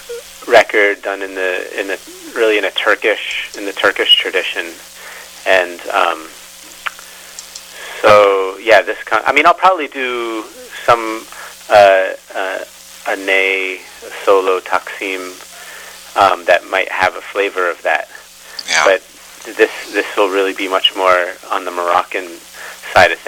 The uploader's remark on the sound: Conducted by telephone in May 2013.